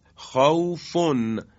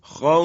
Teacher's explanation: در زمان وقف که ما میخواییم حرف فا رو ساکن بکنیم در واو مد به وجود میاد · Shown in: second take · Term: مد لین